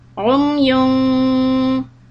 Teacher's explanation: Now you have to do the humming sound. Hold the pesh or the dhamma for two harakat.